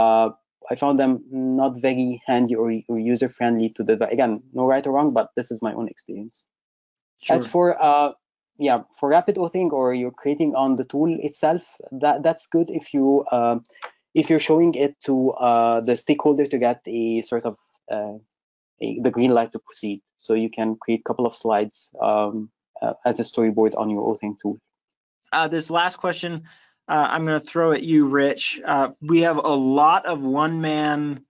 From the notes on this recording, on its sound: webinar recording